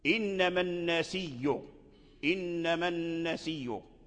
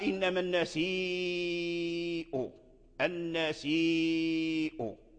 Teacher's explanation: فورش أبدل هذه الهمزة ياء وأدغمها في الياء المدية الزائدة · Shown in: first take · لأن الياء هنا زائدة للمد لأنها من نسأ، إذا أرجعت هذا النسيء إلى الفعل تجد الياء غير موجودة.